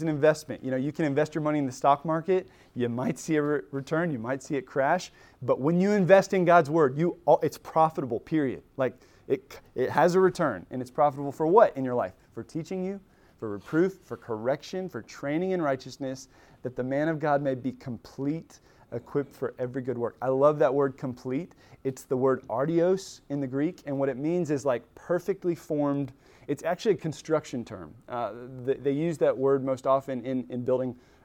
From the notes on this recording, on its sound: Recorded at Emmaus Church in Buford, GA on Wednesday, September 13, 2023.